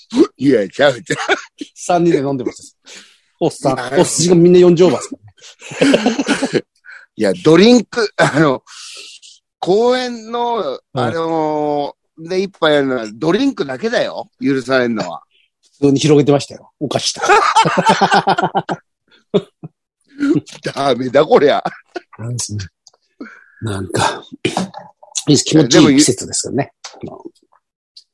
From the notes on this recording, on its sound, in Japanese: ZOOMで収録